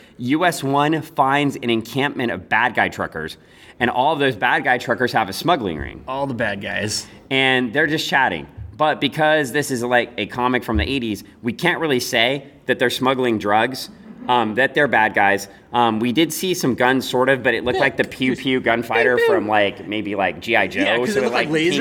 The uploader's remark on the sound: Live to tape from O Con Expo